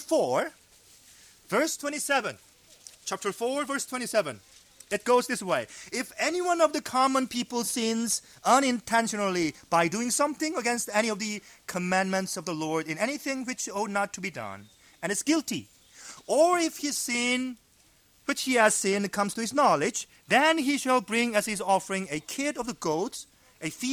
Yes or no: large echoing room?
yes